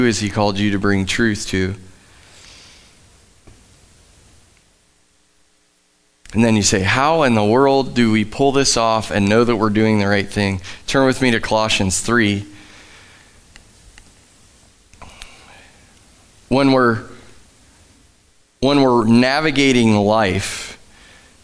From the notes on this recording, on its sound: Live from The Summit Church in Dover, OH